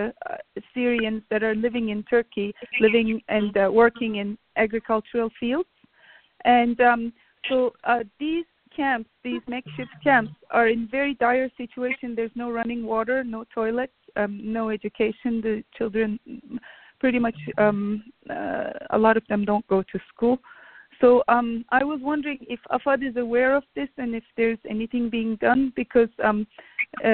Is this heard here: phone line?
yes